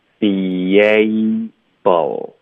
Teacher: 所以我们 be 跟 a 一定要连发，也一定要把 a 的这个双元音给发出来，说的多快也要发出来，要动上下颚